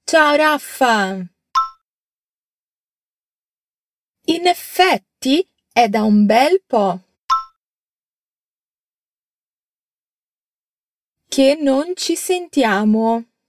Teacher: Attenzione alla pronuncia delle doppie consonanti di effetti.